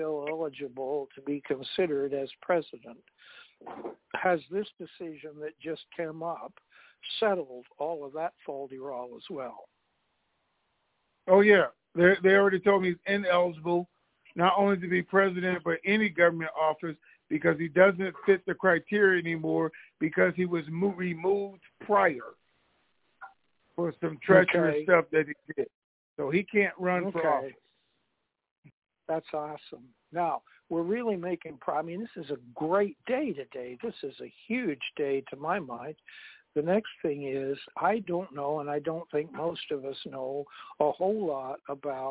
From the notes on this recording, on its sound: TNTSuperfantastic Conference Call